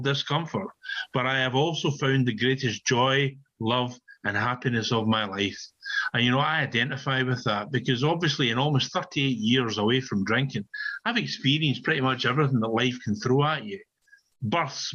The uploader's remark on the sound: on zoom at the Magical Mystery Tour meeting in July of 2022